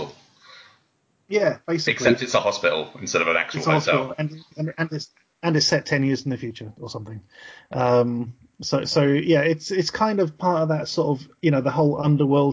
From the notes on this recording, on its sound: We hit some problems when recording this week.